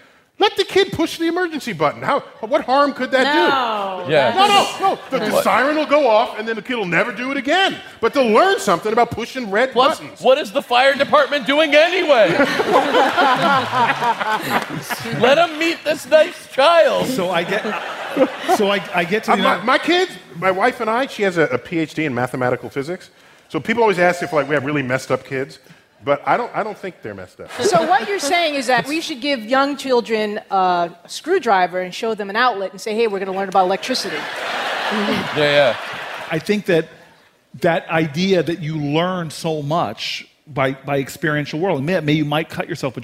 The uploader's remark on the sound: StarTalk Live! at the Apollo. To the historic theater in Harlem, NYC.